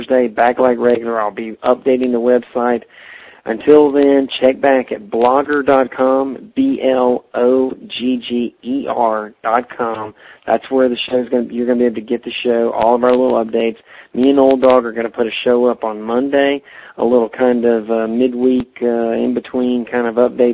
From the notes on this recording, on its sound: We had to phone these shows in from an audio-blogger platform! We could only record five minutes at a time, so we split it up into two parts.